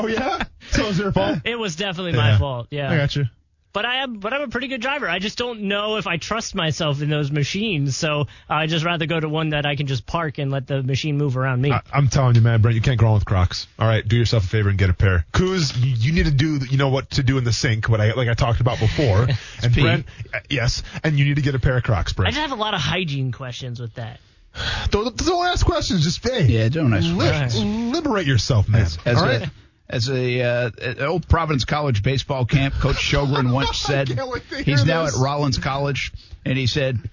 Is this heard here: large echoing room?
no